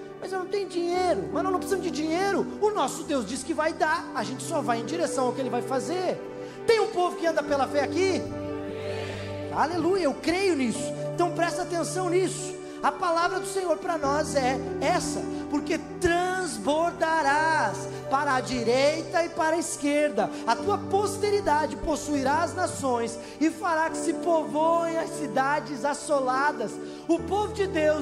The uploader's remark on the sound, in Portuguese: Em nosso Culto de Celebração. Na Igreja ABA Blumenau (Transmitido ao vivo).